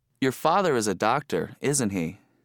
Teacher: The speaker's voice goes down at the end of the sentence. · Term: Falling intonation